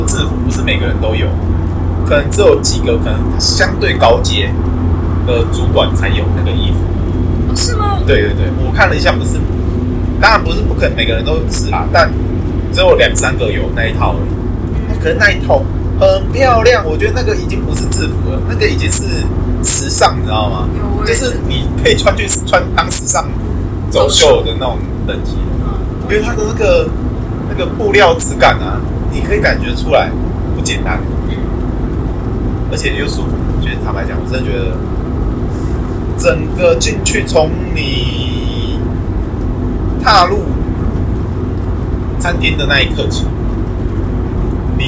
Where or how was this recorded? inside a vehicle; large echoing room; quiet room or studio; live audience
inside a vehicle